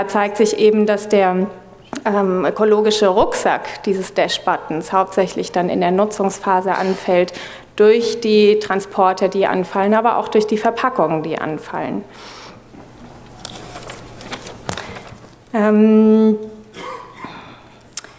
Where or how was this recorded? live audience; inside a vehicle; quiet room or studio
live audience